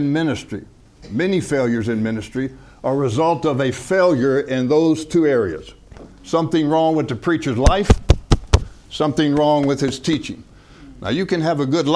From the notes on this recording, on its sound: From the HeartCry Asia Conference 2023